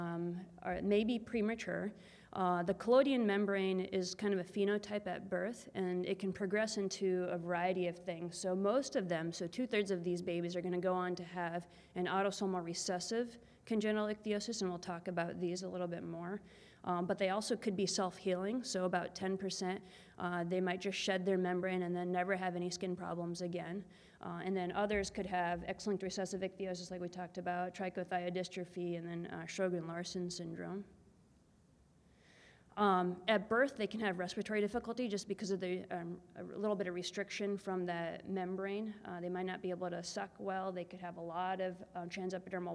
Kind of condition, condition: setting, busy venue